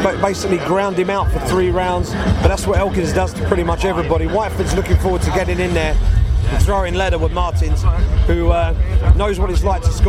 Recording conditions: busy venue